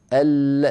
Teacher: فاللام فيها جريان للصوت ضئيل، أل لا ينقطع الصوت عندها، أل لن أما أنت قلت أل لن كله بسبب الشد.